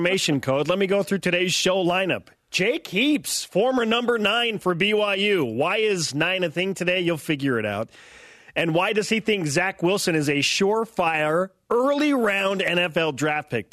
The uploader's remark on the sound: joined over the phone